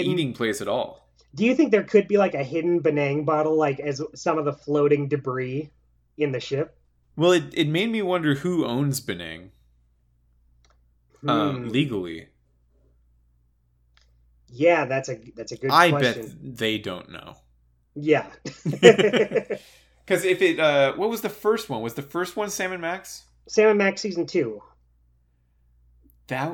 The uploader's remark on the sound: peed on the microphone this week, so audio quality is a little down